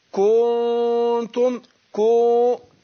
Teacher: أشبعت حركة الضم فانقلب كأني نطقت بعد الكاف واو. كو كنتم، وده خطأ.